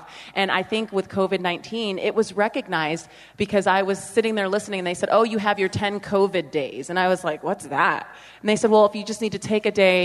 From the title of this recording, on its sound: We're live from the Utah Charter Network Symposium